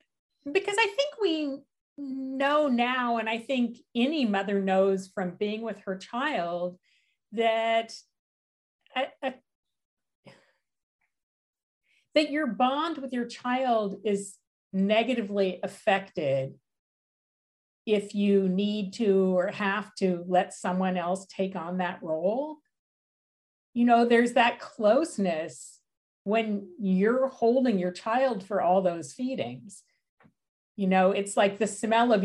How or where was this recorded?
video call